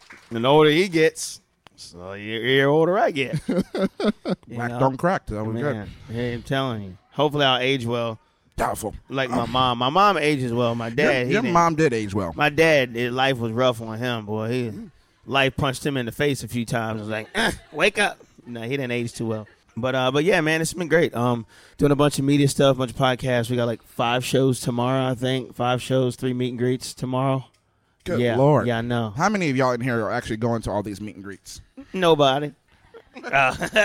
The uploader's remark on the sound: During CMA Fest 2019, we did a special live audience recording.